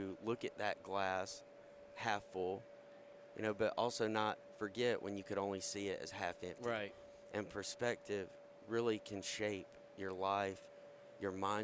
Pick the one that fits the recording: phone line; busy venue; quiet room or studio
busy venue